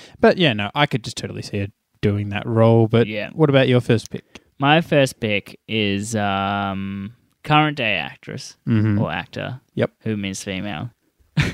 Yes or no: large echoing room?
no